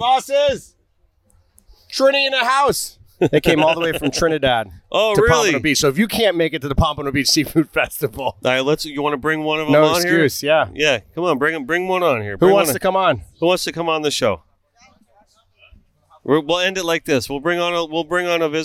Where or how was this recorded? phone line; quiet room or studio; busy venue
busy venue